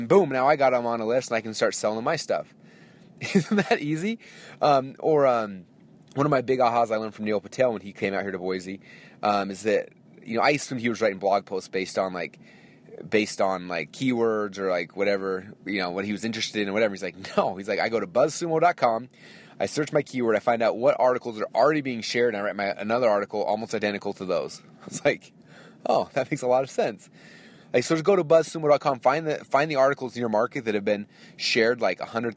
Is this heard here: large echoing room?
no